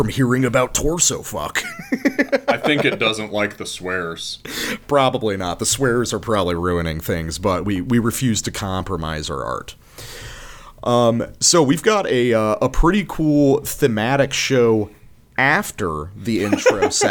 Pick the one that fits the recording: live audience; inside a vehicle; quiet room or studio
quiet room or studio